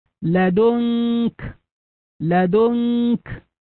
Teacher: هذه درجة المخفى لأن النون هنا حكمها الإخفاء بغنة لوقوعها قبل الكاف